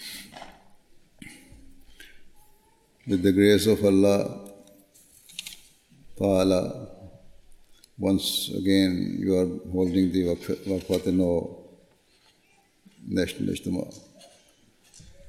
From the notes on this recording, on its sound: Address at the National Waqfat Nau Ijtema UK 2019.